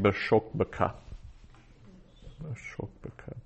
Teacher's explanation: with shok there as a closed unaccented syllable, so it would be a short O